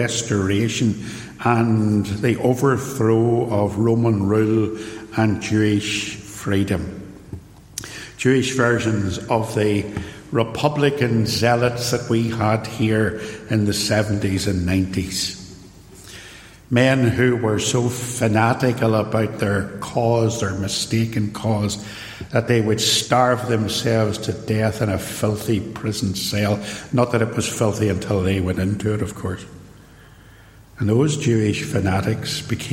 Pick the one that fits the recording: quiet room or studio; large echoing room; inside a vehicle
large echoing room